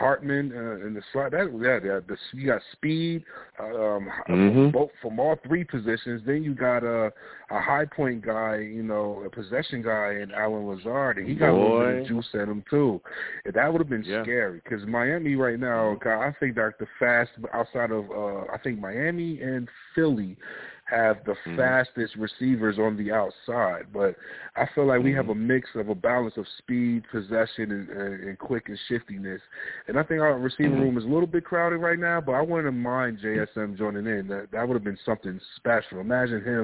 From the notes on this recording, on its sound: I also take live callers!